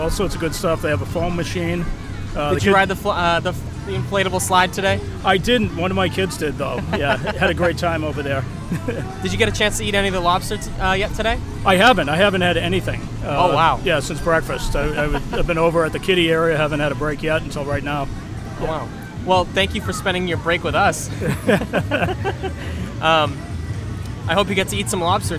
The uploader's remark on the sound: LIVE from Lobsterfest. We had the pleasure of attending Marshfield Lobsterfest and decided to show those who attended how easy it is to set up and record a podcast!